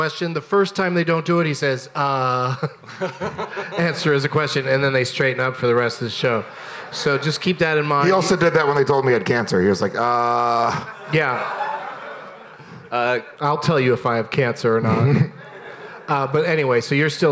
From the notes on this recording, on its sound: Live from Skankfest in New York City